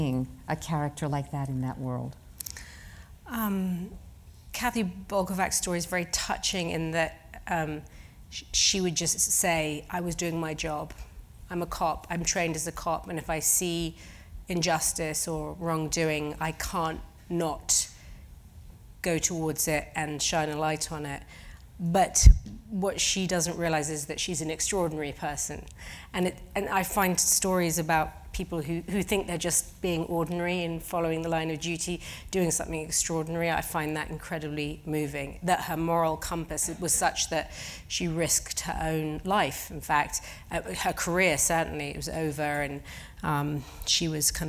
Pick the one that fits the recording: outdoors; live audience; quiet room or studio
live audience